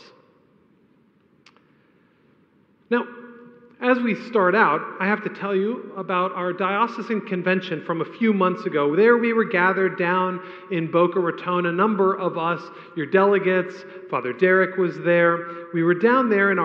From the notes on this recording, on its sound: A homily preached on the Second Sunday of Advent